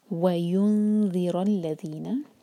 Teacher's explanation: نون پر اخفاء، ذال کے لیے زبان تیار، اور آگے را جو ہے لام سے جڑے گا، لام شمسیہ ہے، اور اس سے پہلے ہمزۃ الوصل جو پروناؤنس نہیں کیا جائے گا کیونکہ بیچ میں آیا ہے.